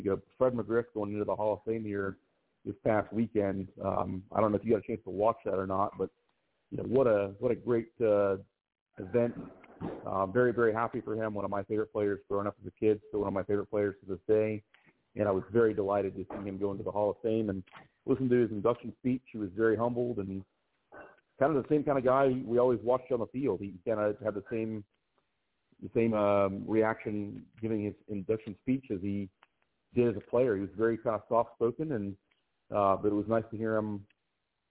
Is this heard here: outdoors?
no